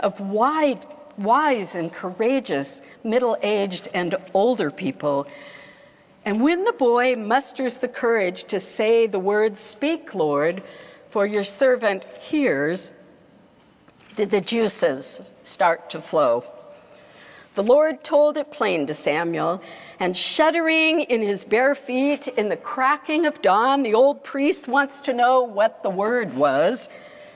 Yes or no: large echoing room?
yes